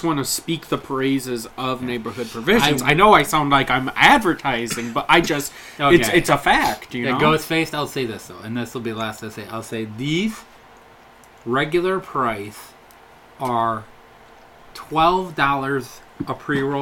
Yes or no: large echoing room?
no